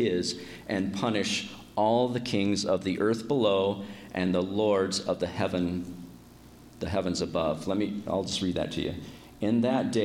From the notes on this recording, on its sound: My dad preached at our church. He recorded it.